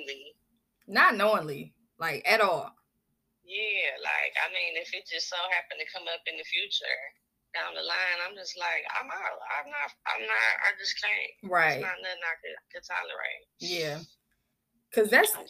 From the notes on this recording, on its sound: I also had a special guest via telephone.